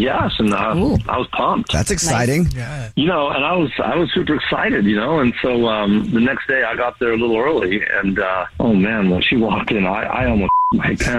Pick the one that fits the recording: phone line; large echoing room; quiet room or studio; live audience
phone line